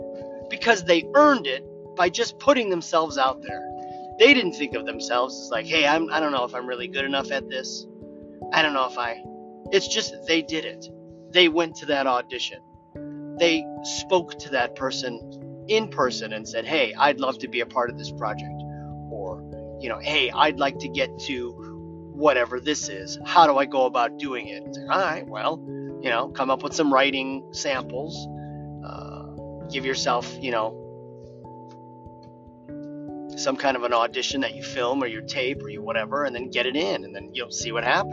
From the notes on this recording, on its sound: Carcast. Thoughts in my car.